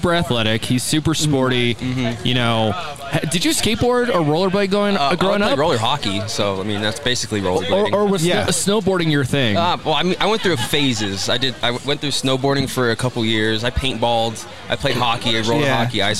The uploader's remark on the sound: Live From Big Bear Mountain Resort. To do a special live recording in the snow. Chat with listeners.